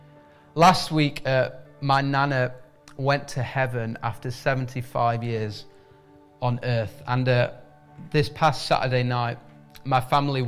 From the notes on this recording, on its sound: IKON Church. Recorded at the Chesterfield Campus this is the message from the service broadcast.